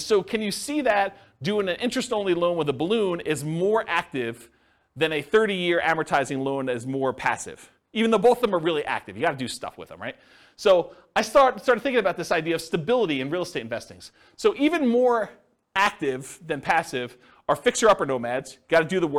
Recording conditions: live audience